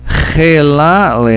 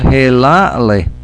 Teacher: It's a kind of clearing the throat sound. But people often say helatli, just with an H sound